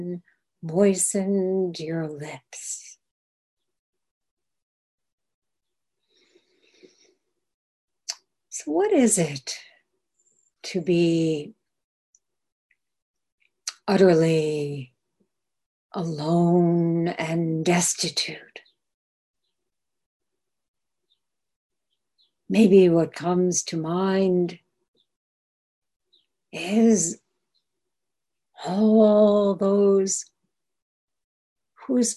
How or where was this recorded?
video call